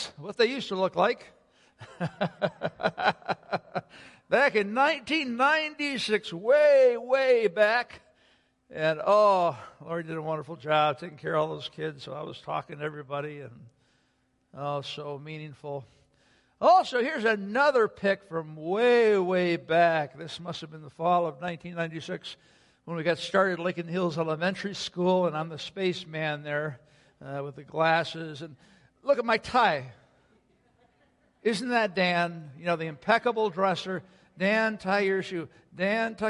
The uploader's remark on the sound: Sunday Worship Service - Audio.